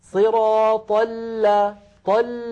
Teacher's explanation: اللام الأولى ساكنة فهي بحاجة إلى جريان ضئيل في الصوت